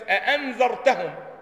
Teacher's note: هناك من القراء من يحقق فينطق بالهمزتين